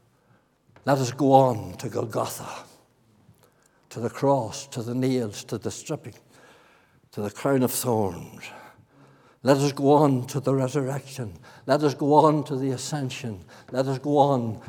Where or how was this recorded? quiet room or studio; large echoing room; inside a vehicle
large echoing room